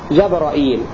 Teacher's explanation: بفتح الجيم والراء وزيادة همزة، وزيادة همزة مكسورة بعد الراء جبرائيل، إلا أن شعبة يحذف الياء لأنه قال بحيث أتى والياء يحذف شعبة، فشعبة يكون فتكون رواية شعبة جبرائيل أو جبرائيل.